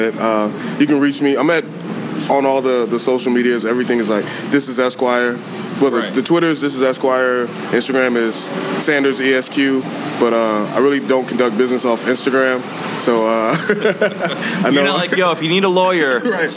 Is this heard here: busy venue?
yes